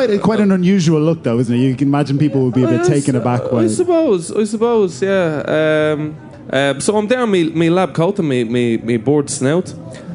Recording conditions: live audience